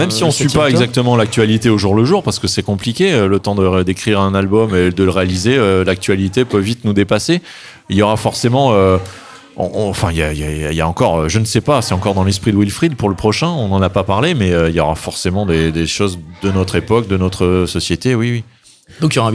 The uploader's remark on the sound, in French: Radio Alpa était présente ce dimanche 27 novembre à au centre l’Éolienne d’Arnage pour parler avec des auteurs à l’occasion du festival de la bande-dessinée !